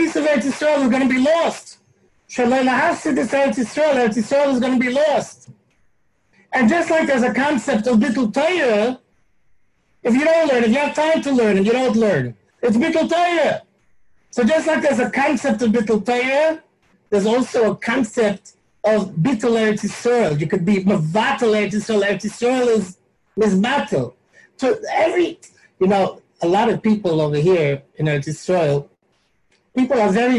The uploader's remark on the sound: Live on Zoom 7-19-2020